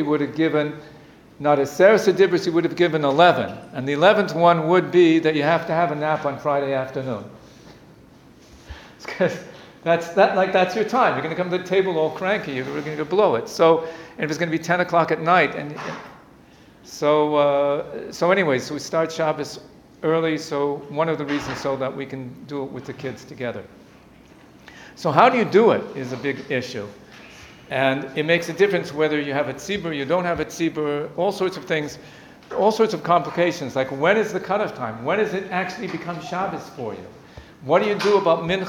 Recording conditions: live audience